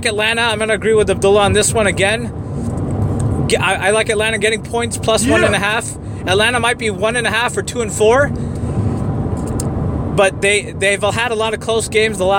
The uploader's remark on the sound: Live in the car in route to the Bay Area.